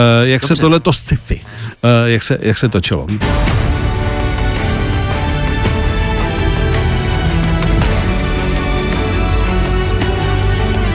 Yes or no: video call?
no